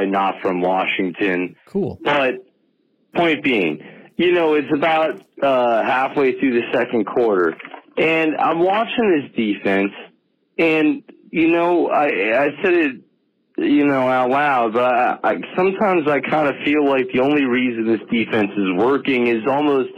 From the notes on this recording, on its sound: The Washington Metro caller